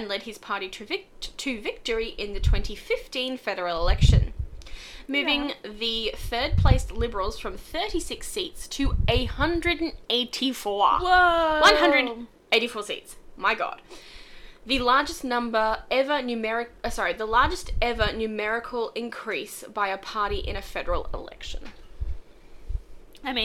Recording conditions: background noise